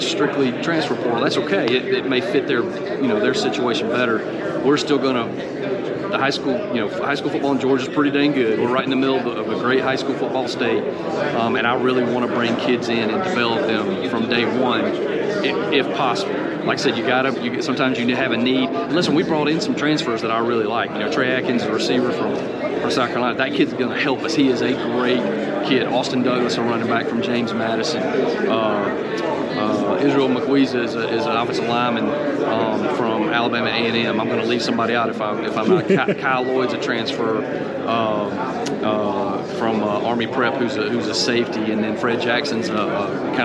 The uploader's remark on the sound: live from SoCon Media Day in Asheville, NC.